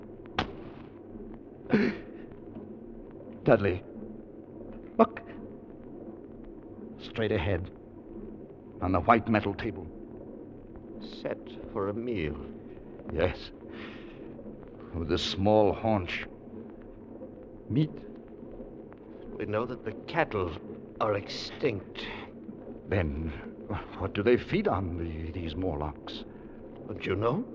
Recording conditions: poor sound quality